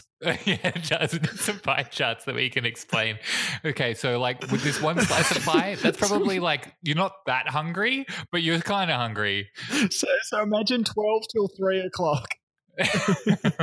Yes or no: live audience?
no